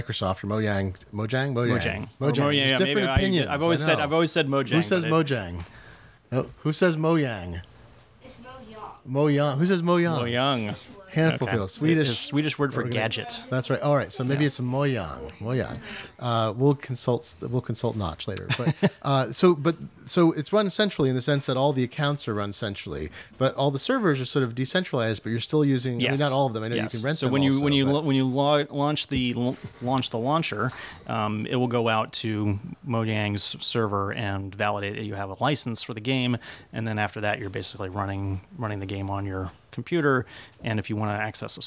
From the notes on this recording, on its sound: Live from Ada's Technical Books and Café in Seattle. With ample help from an audience of avid kid players.